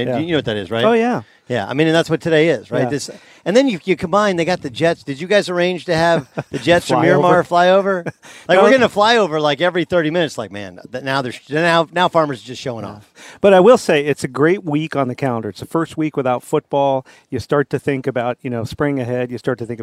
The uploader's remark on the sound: live in San Diego for the Farmers Insurance Open